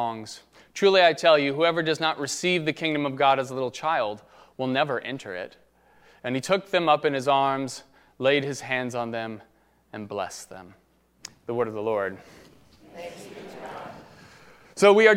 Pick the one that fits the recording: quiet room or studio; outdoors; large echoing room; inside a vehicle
large echoing room